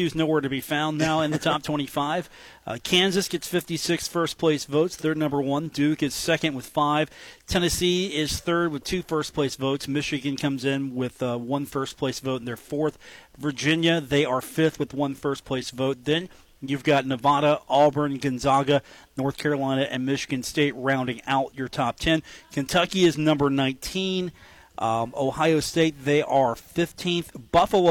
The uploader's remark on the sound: live from The Union Pub and Grill